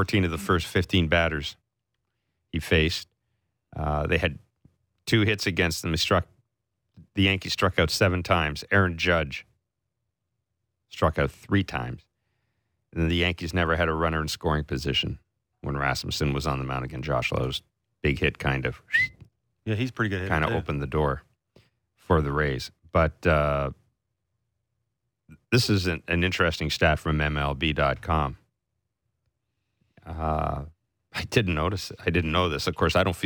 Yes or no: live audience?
no